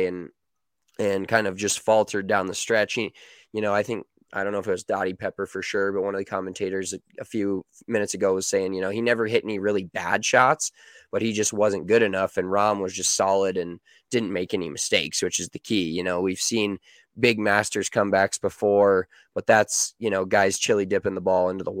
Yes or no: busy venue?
no